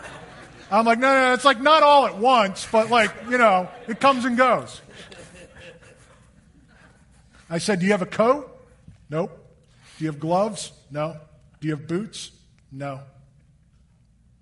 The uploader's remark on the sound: Recorded live on Sunday, August 21, 2023